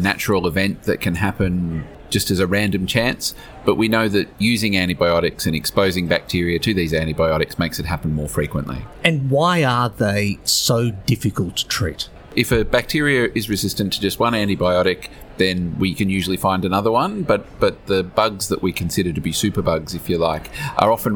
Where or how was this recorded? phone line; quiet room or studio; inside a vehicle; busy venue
busy venue